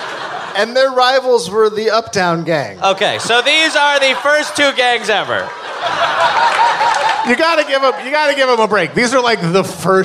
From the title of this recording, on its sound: Live in NYC